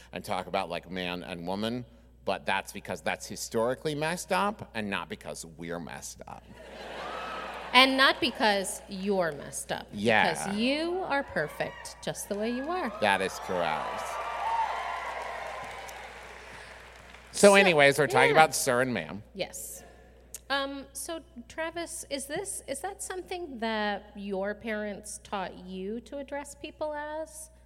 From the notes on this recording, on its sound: Sir and Ma'am (LIVE!). Our Birmingham LIVE SHOW.